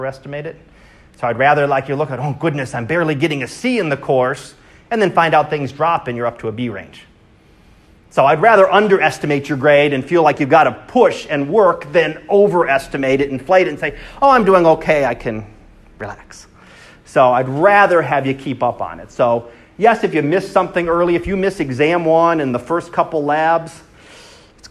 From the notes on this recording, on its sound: Live Class Lecture.